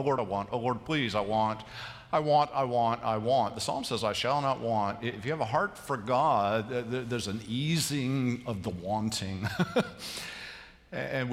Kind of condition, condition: setting, large echoing room